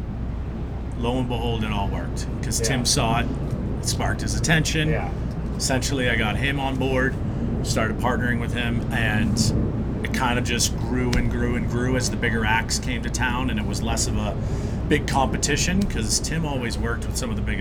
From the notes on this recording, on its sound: Boston Boat Cruise. The audio of this episode is not the best as we recorded outside on the water with wind and planes flying over head. I did my best to clean it up.